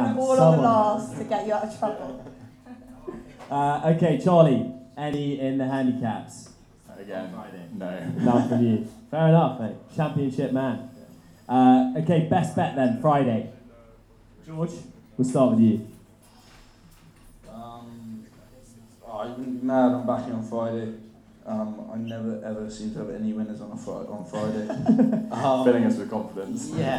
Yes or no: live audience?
yes